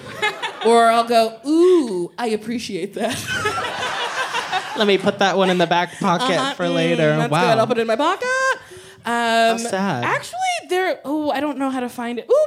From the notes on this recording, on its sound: A supersized live episode of the podcast! Recorded live at The Elysian.